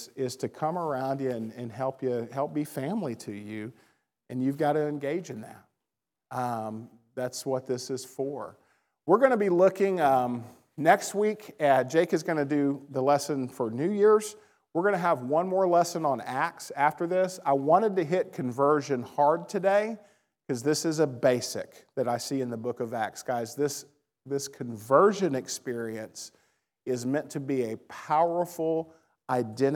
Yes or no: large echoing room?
yes